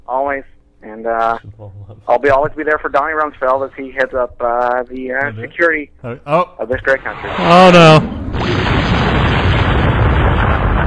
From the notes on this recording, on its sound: another phone call